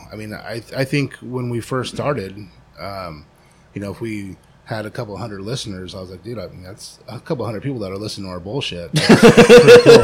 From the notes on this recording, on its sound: San Diego, CA. Podcast recorded live above the butcher shop at Valley Farm Market in Spring Valley, California.